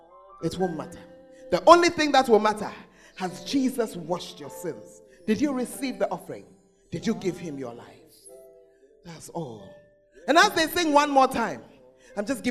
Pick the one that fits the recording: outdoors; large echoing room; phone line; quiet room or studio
large echoing room